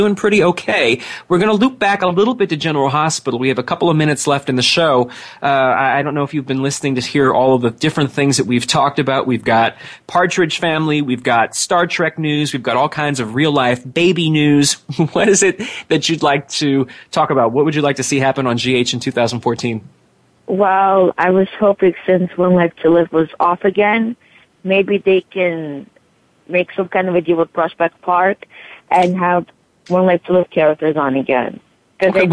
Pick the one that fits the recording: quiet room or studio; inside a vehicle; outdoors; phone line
phone line